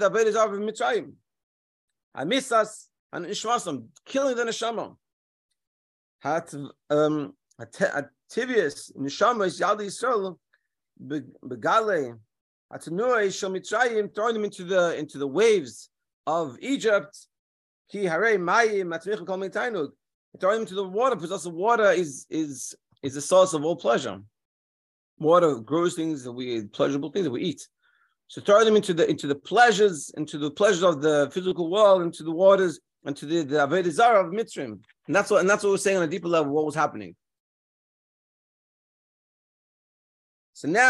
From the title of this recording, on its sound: Daily Zoom Shiur